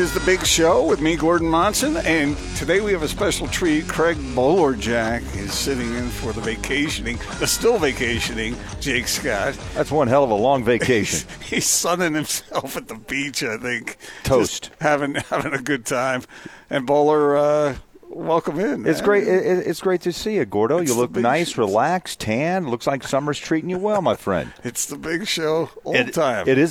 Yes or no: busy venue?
yes